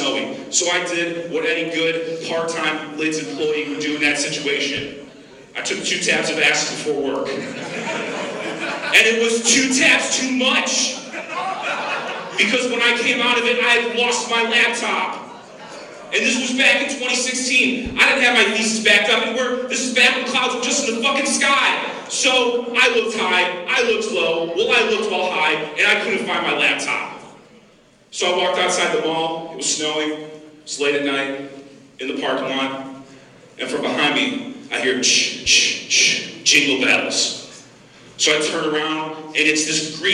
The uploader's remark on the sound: The podcast ends with a set recorded at Magooby's Joke House May 26th, 2022.